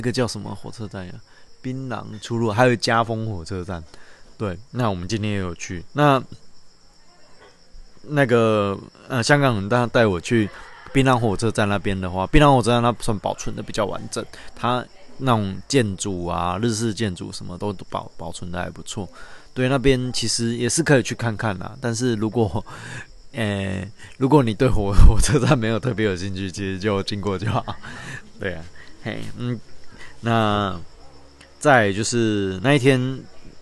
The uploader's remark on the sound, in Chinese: 鐵路環島從台東到鹿野。由於會是在旅程途中錄製。錄音品質上麻煩大家多多包涵。